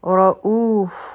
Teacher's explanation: را به غټه وایو او مدی بدل دی دوه حرکه به یې راکاږو